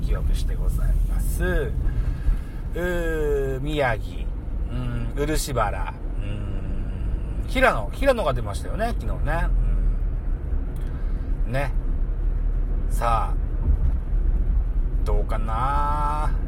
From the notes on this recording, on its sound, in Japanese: 胸ポケットin Live 帰宅の道中ドライビング。